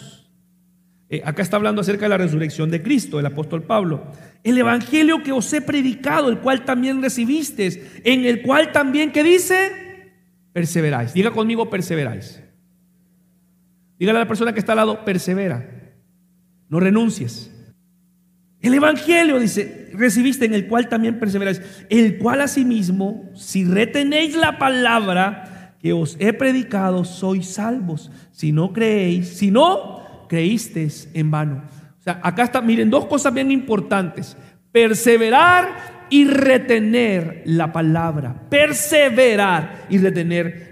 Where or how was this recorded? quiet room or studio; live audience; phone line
live audience